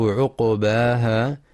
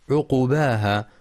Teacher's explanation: ينتبه القارئ في كلمة عقباها لسكون القاف مع القلقلة · Shown in: first take · فلا يقرأ بضم القاف عقباها والصواب سكونها.